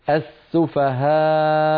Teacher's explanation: إذا لما وقفنا على كلمة السفهاء، السفهاء آخرها همزة مضمومة، آخرها همزة مضمومة، كما آمن السفهاء آخرها همزة مضمومة، فإذا وقفنا السفهاء تسكن الهمزة فتصير السفهاء همزة ساكنة